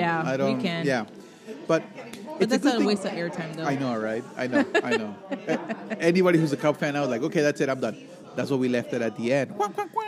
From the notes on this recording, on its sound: live from Ignotz Ristorante in Little Italy, Chicago